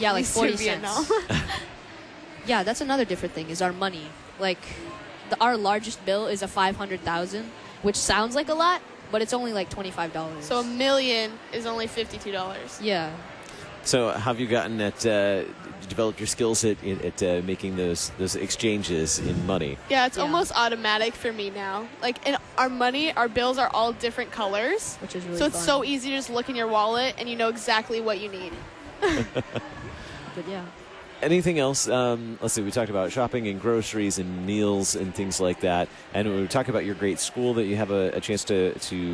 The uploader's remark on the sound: Live from the 2019 LCMS National Youth Gathering